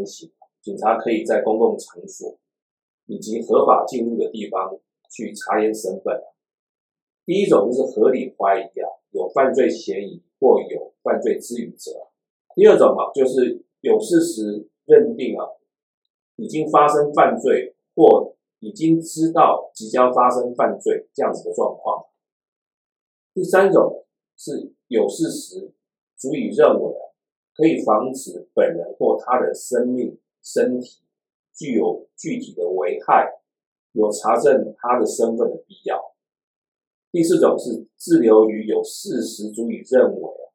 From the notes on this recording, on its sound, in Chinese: 本集錄音出了一點狀況，還請多多包涵